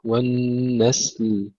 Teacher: ويهلك الحرث والنسل، مثل كلمة والنسل إذا وقفنا عليها ننتبه أن تبقى السين ساكنة مع الهمس والصفير، وأن تظهر اللام أيضا، لا نقول والنس ولا نقول والنسل، وإنما والنسل، نحافظ على سكون السين واللام.